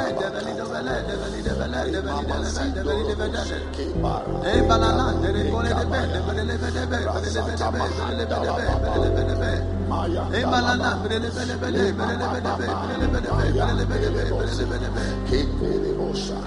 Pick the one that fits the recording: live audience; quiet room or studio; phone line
live audience